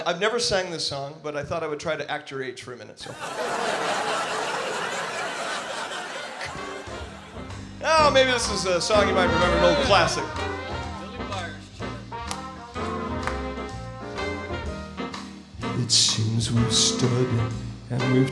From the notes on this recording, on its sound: Live at the South Point